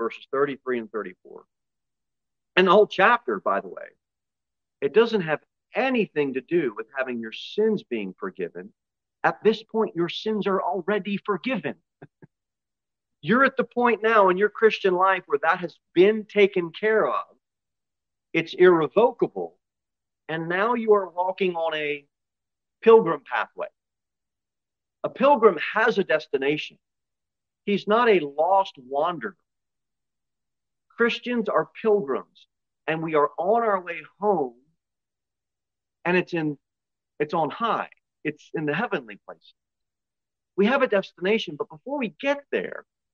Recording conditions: large echoing room